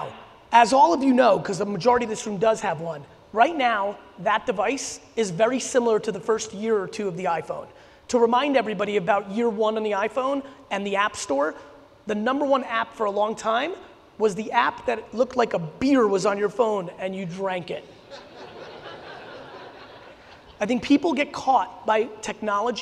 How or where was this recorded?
live audience